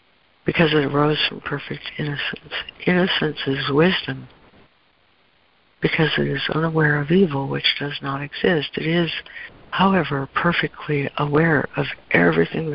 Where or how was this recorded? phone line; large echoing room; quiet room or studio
phone line